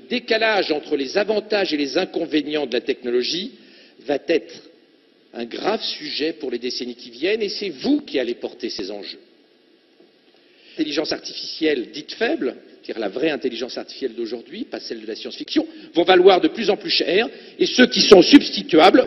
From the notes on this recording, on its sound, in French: Lors d’une conférence destinée aux étudiants VIP de Polytechnique